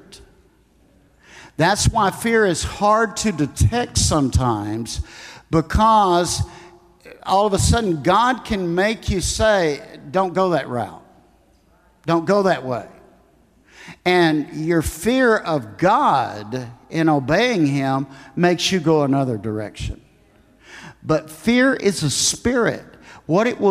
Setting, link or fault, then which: setting, live audience